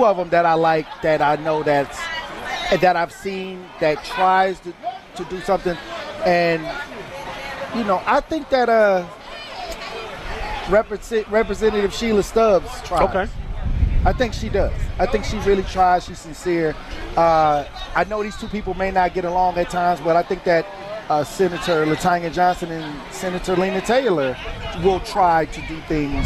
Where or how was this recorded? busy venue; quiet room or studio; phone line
busy venue